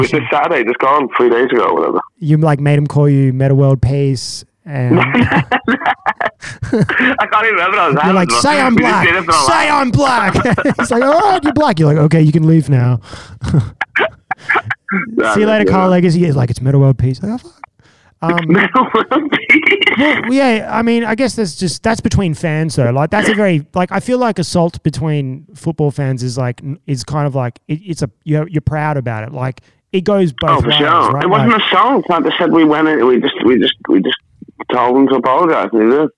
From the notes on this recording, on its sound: hijacks the episode all the way from Sydney by calling me up